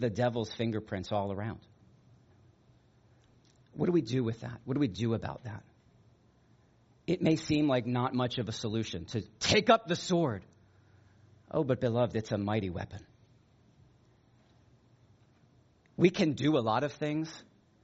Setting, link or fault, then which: setting, large echoing room